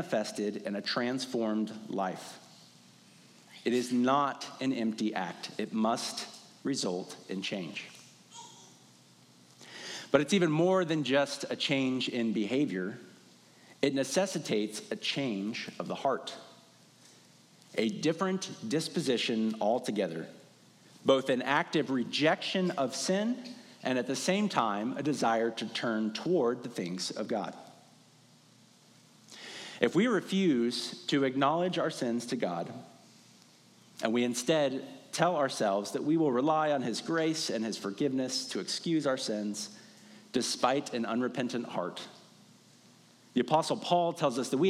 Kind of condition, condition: setting, large echoing room